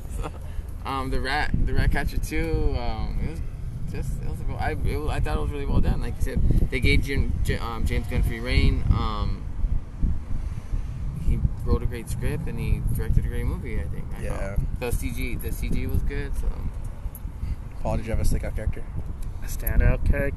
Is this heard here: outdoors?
yes